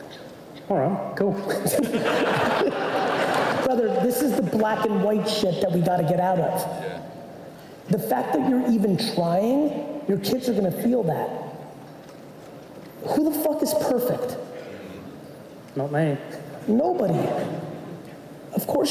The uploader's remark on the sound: The Q&A portion of a talk I gave in Sydney, Australia for the Mindset Matters conference earlier this year. I answered questions from the audience.